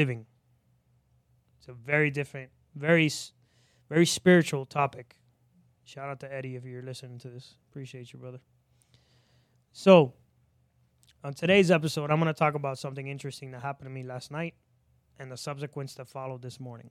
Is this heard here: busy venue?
no